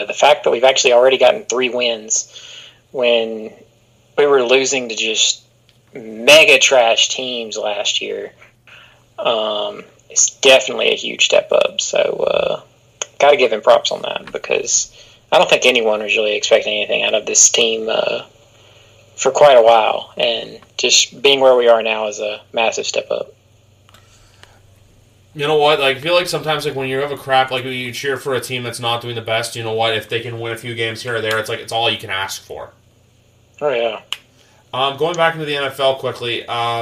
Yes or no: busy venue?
no